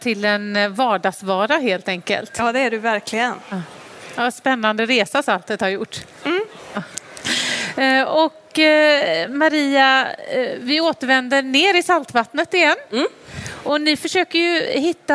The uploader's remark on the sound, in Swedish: Livepodd från Vetenskapsfestivalen.